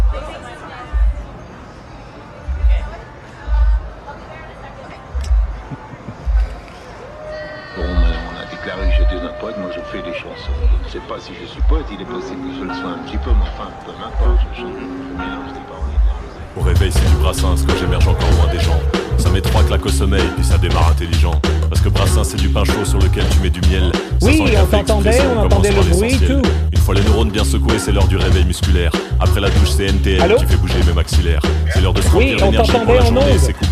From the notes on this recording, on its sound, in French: En direct depuis le Japan Canadian Festival 2017